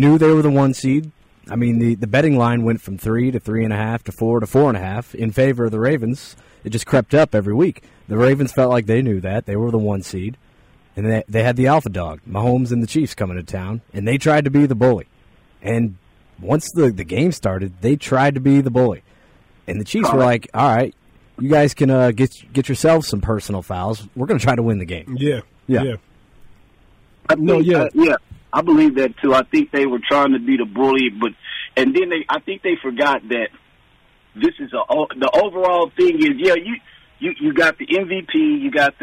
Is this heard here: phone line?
yes